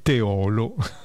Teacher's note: La pronuncia corretta di Teolo, comune in provincia di Padova, è Teolo, con l'accento che cade sulla O chiusa, ovvero sulla penultima sillaba